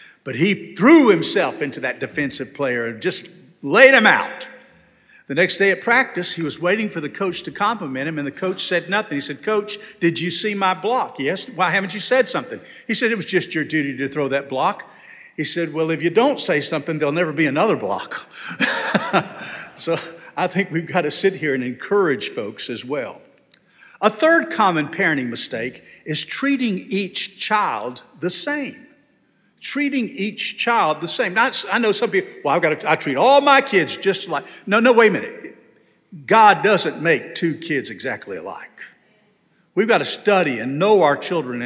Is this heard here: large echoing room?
yes